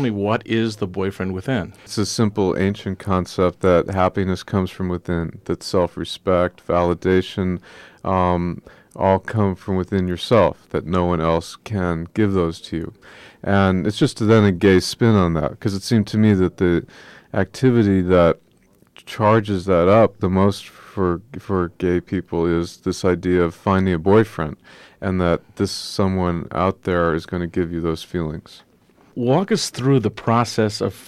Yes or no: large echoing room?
no